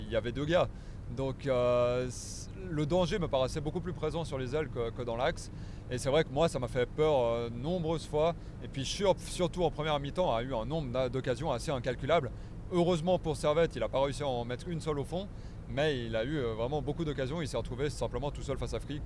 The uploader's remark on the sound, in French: Voici un épisode spécial enregistré sur la route en rentrant de Lucerne.